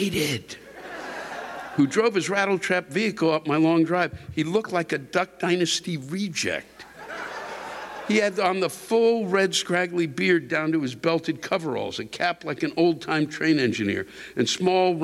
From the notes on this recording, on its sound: While stuck in traffic somewhere on I-80 west of the Donner Pass. The live rants come from the shows in Reno, NV, Monterey, CA, and Turlock, CA.